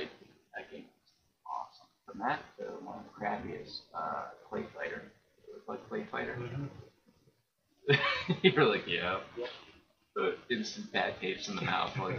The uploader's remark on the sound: Apologies for the sound quality. We got a new set up and I didn’t test it. I thought that I had it figured out before recording, but I didn’t.